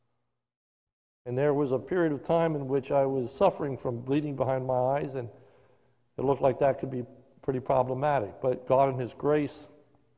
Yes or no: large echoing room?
yes